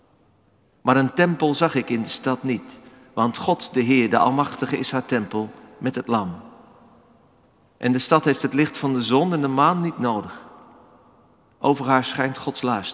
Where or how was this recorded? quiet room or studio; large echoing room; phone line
large echoing room